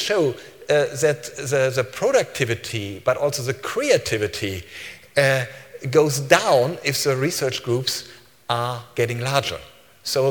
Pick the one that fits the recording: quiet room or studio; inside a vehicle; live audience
live audience